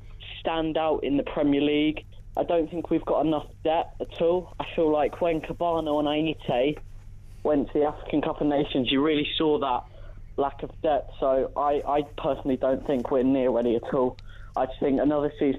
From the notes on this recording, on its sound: the first ever podcast phone-in